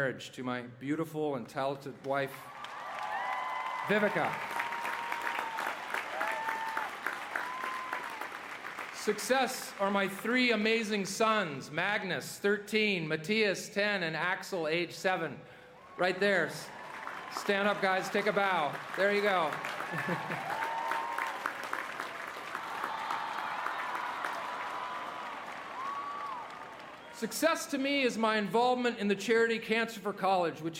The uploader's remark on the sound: delivered the 134th commencement address at the University of Southern California on May 12, 2017